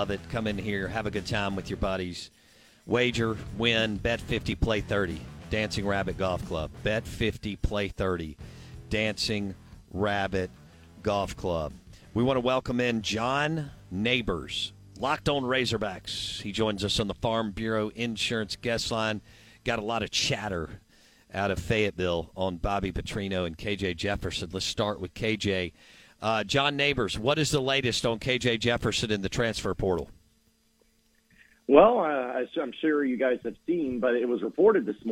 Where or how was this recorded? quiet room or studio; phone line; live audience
phone line